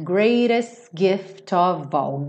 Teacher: Percebe que eu pintei o T aqui do greatest, o último T de cinza, porque ele dá uma ligada aqui no S, ele faz greatest gift. Ele alonga o S um pouquinho e já entra no gift.